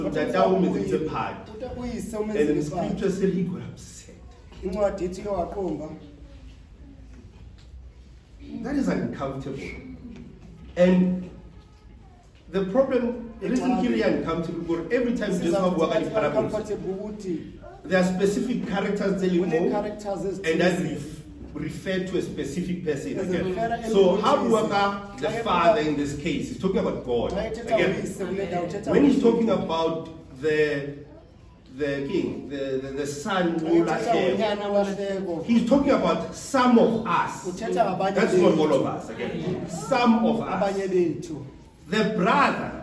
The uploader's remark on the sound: Preached at St John's Apostolic Faith Mission Church in Tembisa.